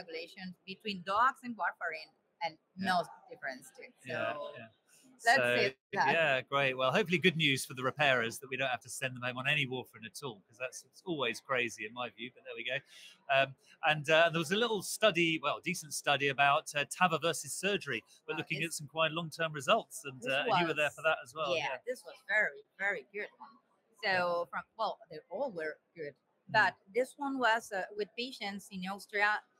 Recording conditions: busy venue